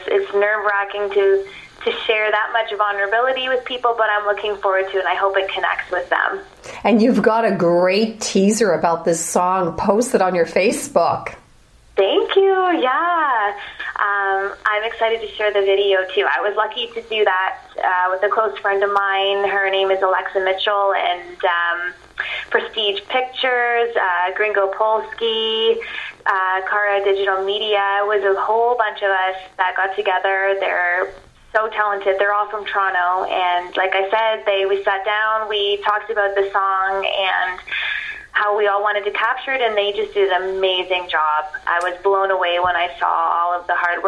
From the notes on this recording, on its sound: via phone for this week's BEACH CORNER